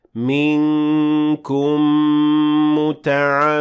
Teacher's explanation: merging two memes into one meme, and in this case, the first meme doesn't receive any تشكيل or vowels, but you see that the next meme has شدة on top. · Term: إدغام with غنة